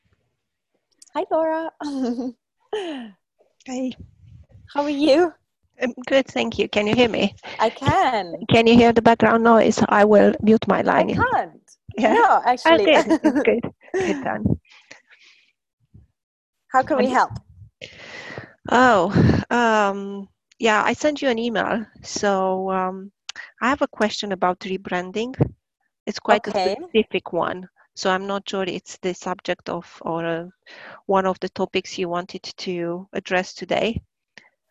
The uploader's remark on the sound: one of the most recent live Q&A calls from inside the 'Instagram Secrets to Success' course